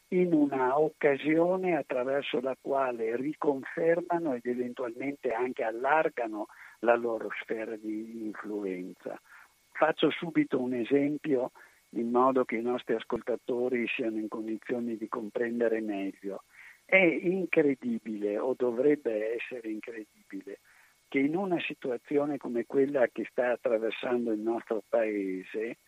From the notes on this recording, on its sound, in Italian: Parliamo al telefono